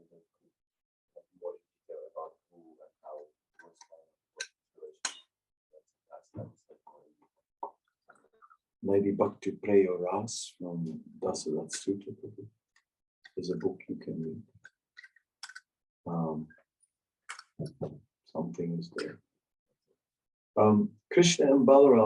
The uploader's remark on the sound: Zoom Meeting. Amsterdam.